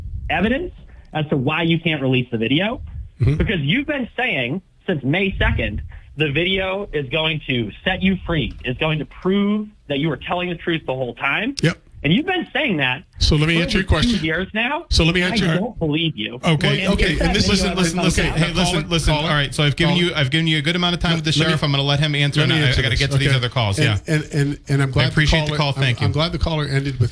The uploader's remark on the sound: take calls from the audience